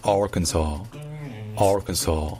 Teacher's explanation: Alors que dans Arkansas, l'accent tonique est sur le A, donc c'est Arkansas, Arkansas. Et donc le KN dans l'Arkansas, il n'est pas du tout accentué. C'est juste un KN. En fait, on n'entend presque pas la voyelle.